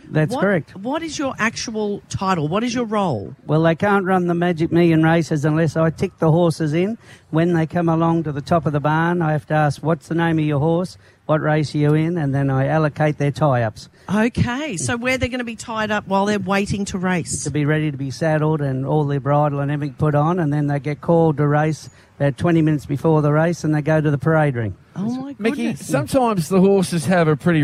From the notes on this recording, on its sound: Were live from Surfers Paradise Beach this morning for the Magic Millions Barrier Draw.